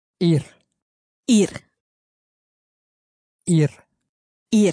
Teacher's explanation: It sounds a little bit like the English word ear that you have in your head, except the R is rolled and it's a bit shorter.